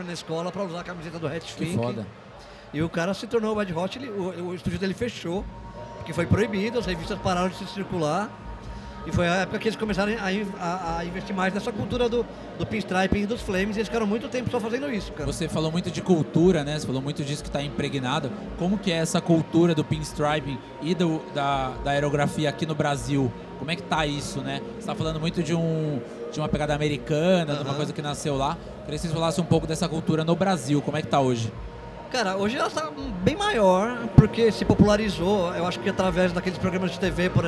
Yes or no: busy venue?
yes